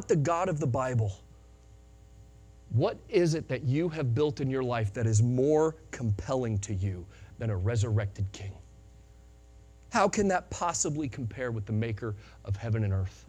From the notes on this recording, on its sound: Sunday Morning Sermon Audio